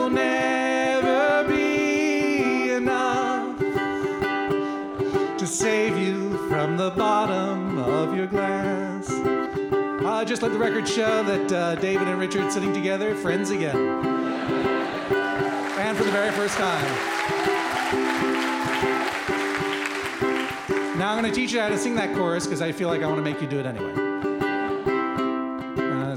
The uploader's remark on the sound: Taped in front of a live audience at Kings Place during the London Podcast Festival.